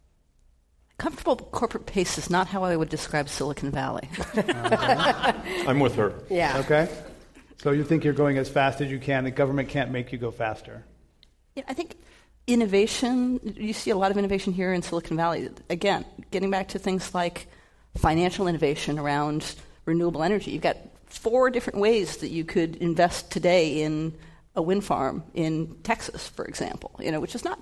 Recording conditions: live audience